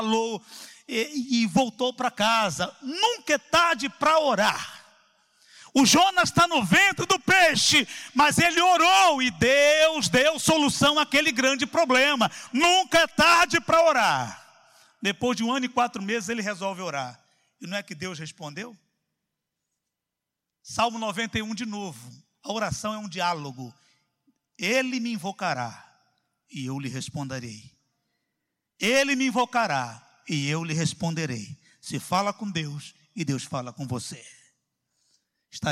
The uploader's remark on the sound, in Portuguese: CULTO AO VIVO